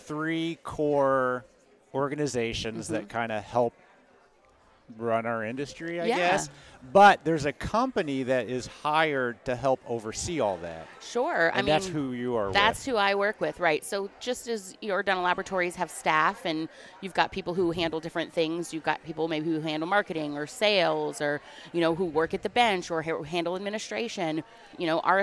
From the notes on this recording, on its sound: For the last three years, we have gone to the Ladies of the Mill Summit and recorded a ton of amazing females in our industry. We had our first opportunity to record ON-STAGE in front of a LIVE audience.